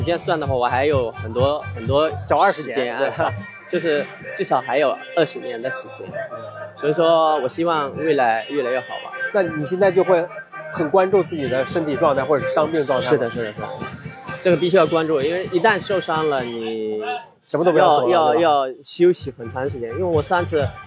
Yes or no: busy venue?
yes